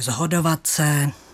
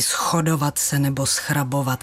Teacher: Moravská výslovnost upřednostňuje tu znělou podobu · Shown in: first take · takže zhodovat se. · Term: znělostní asimilace